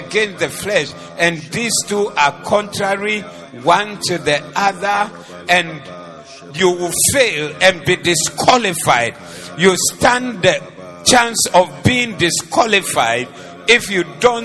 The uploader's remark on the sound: Preached at the Doxa Service 20012024